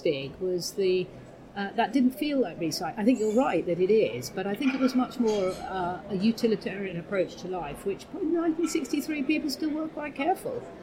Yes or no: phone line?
no